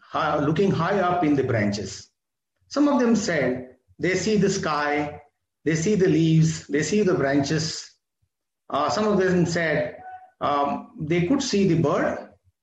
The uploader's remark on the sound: This is audio recording of my webinar